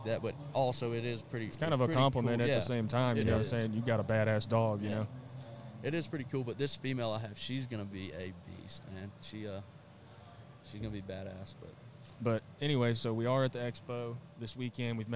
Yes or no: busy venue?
yes